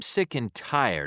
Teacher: Notice how and but are reduced in these binomial expressions. Notice also that the primary stress is on the second word of the pair and the secondary stress on the first.